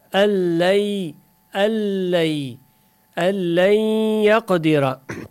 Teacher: Yani idgam bi gayri gunna kamil olu. Gunnasız olu.